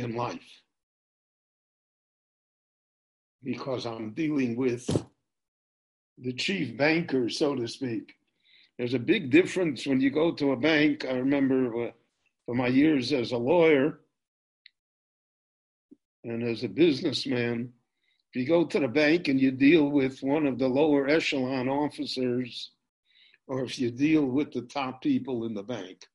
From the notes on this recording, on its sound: This shiur in Pirkei Avot – Ethics of the Fathers – was recorded LIVE in Jerusalem via Zoom.